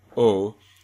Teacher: General American O is a back, half-close, rounded monophthong. I'm making a face now.